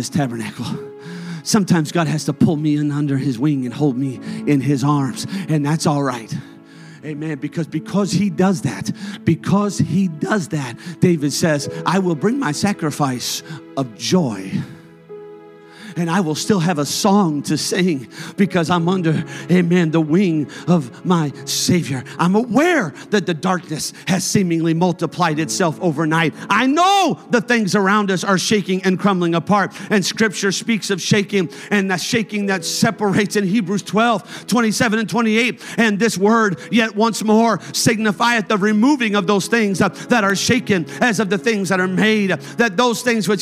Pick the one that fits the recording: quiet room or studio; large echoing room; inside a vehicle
large echoing room